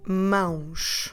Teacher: And we have a nasal diphthong because we have A, O. So it goes like om.